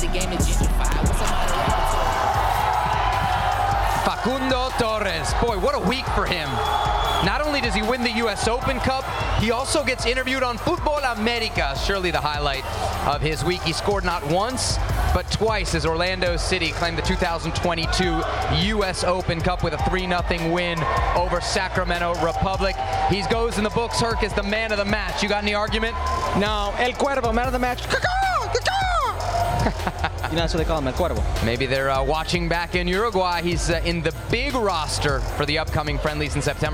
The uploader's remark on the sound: live from Orlando City’s Exploria Stadium